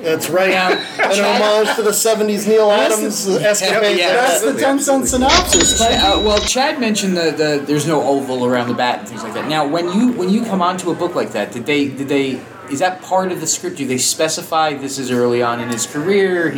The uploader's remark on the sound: Listen to a Live recording of the Last Comic Shop Podcast from the recent 3 Rivers Comic Con in Pittsburgh PA! Thanks to 3 Rivers Comic Con for setting this live show up!